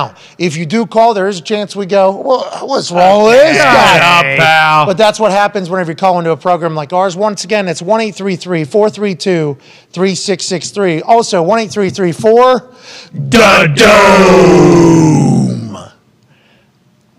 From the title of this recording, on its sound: LIVE From The ThunderDome